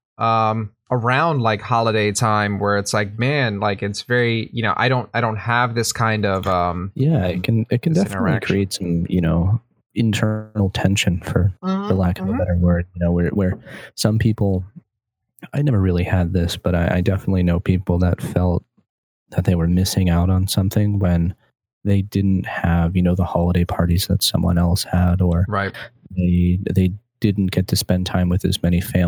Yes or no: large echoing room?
no